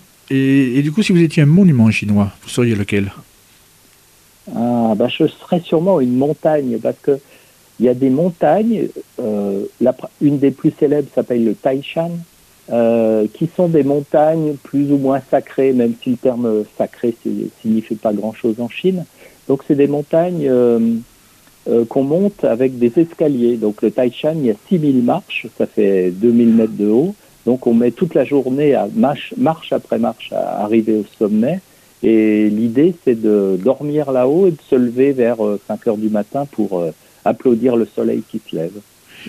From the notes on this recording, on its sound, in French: reçoit par téléphone le dessinateur